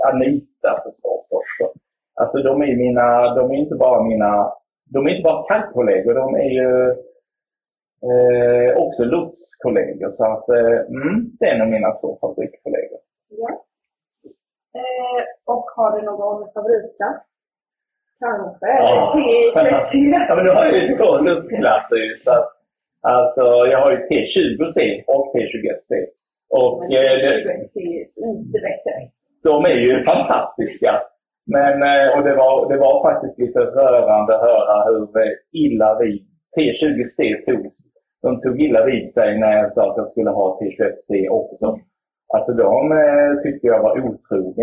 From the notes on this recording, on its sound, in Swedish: Ber också om ursäkt för det kanske sämsta ljudet hittills i sista intervjun!